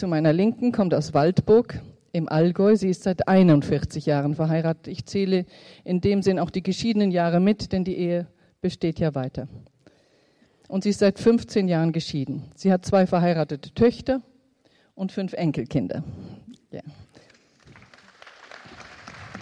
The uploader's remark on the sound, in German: Podiumsdiskussion aus dem Jahre 2011 vom Kongress "Freude am Glauben".